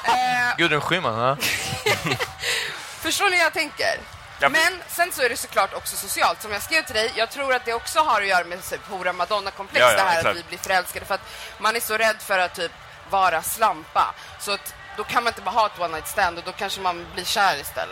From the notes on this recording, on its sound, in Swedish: Live från Way Out West. Denna pod spelades in live på plats under Way Out West 2017.